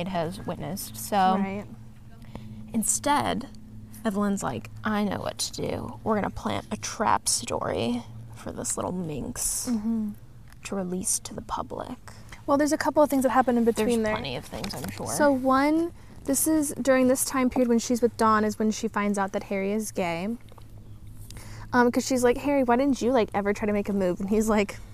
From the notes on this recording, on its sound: we are filming out in nature so enjoy the sounds of bugs and dogs